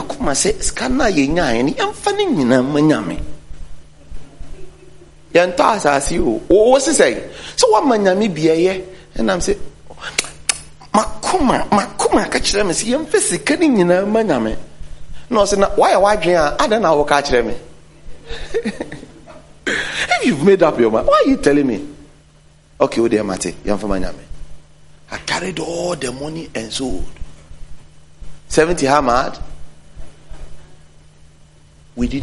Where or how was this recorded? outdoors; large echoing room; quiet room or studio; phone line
large echoing room